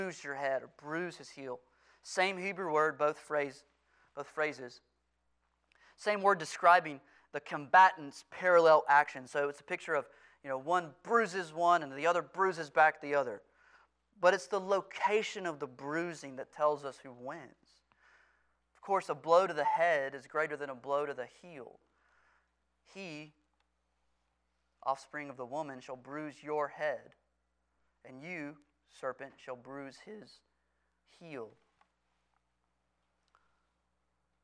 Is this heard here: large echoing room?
yes